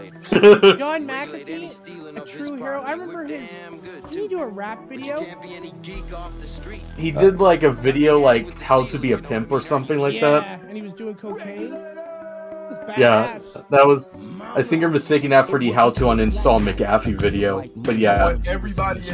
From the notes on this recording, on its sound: Audio issues.